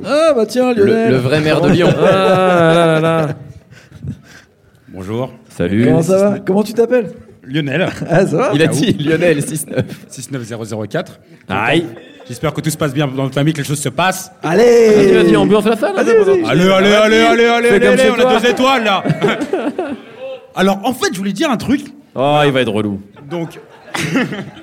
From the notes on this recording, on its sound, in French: Enregistré le 19 juillet 2018 à Le Sucre (50 quai Rambaud, 69002 Lyon).